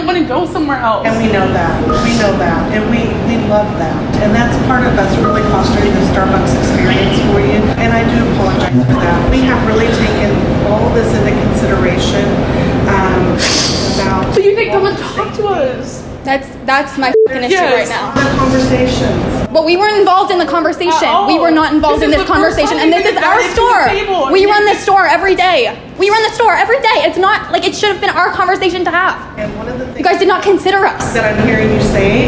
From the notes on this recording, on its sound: The KC Morning Show has obtained, verified, and will be playing back audio from inside Starbucks on The Plaza, as workers were informed of the abrupt closure, and their forced relocation.